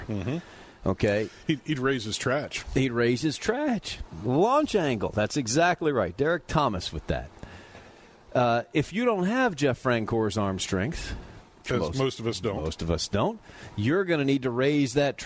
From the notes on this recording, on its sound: live from Fairway Social!